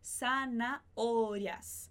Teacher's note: a gente tem um H no meio da palavra, a gente não pronuncia o H, mas a gente vai pronunciar o A que vem antes e o O que vem depois